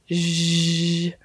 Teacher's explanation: And then a fricative would be, an example would be like zh. So the air is not coming out really freely like it would be with a vowel